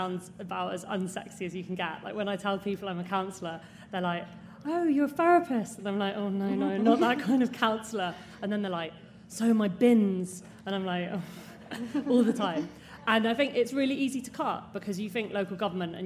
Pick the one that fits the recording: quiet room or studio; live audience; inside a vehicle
live audience